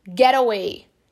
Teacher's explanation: É como se tivesse um R no lugar do T aí no get.